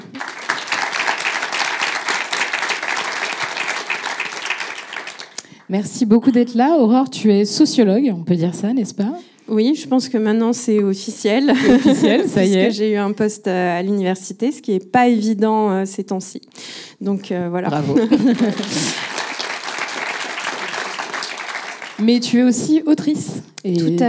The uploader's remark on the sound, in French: enregistrement en live et en public du podcast “Popol”